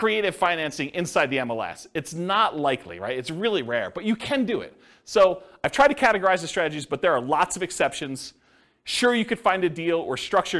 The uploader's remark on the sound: This was a live class recorded